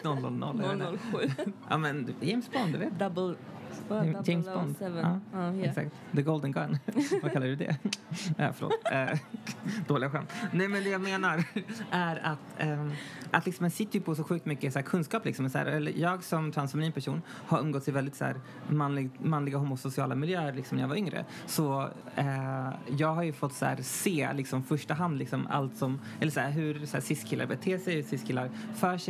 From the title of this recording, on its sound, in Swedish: Live från Statement Festival